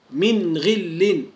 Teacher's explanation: النون الساكنة وجاء بعدها ماذا؟ حرف الغين، فنظهر هذه النون